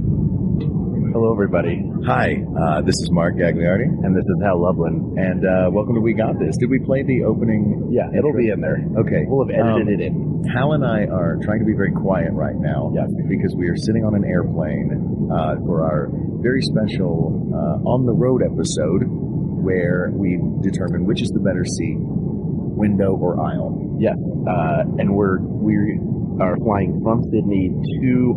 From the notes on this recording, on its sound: RECORDED LIVE MID-FLIGHT! Recorded live on a flight from Sydney, Australia to Auckland, New Zealand during the Thrilling Adventure Hour Down Under Tour.